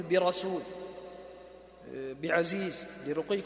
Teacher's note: يفخم ورش الراء المسبوقة بكسر منفصل